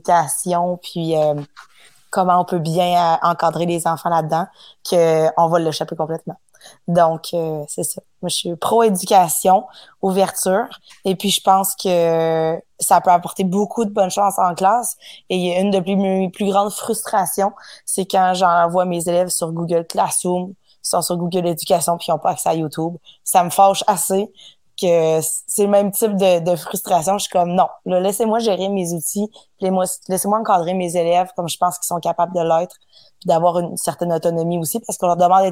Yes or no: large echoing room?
no